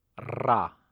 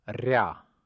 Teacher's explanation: The first of these was the hard rolled R, the second the soft rolled R, but both are rolled.